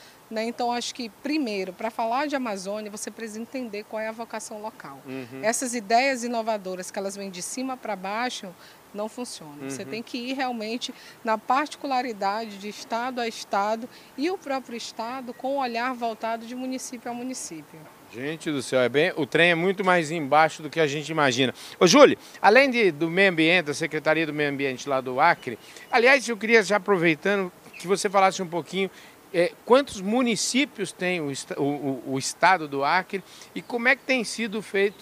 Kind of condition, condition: setting, busy venue